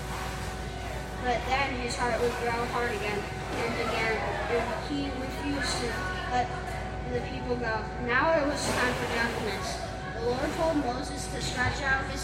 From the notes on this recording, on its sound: LIVE from Festival. LIVE FROM OUR PARISH FESTIVAL!!